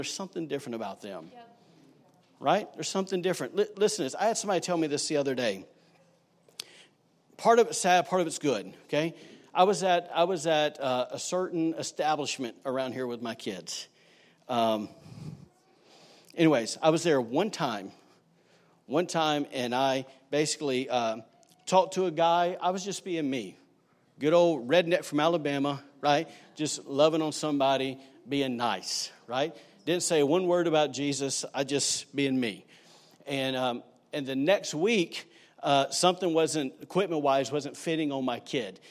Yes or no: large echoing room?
yes